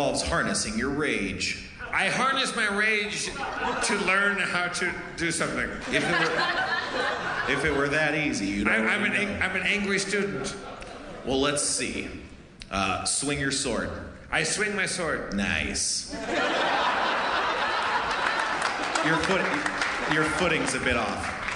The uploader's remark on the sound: Harmoncountry: Madison, WI. The audience shouts weird things!